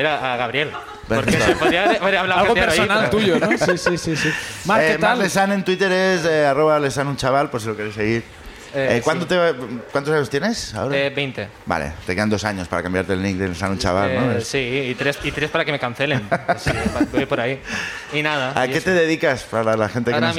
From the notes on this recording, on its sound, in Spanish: El público también sube a contarnos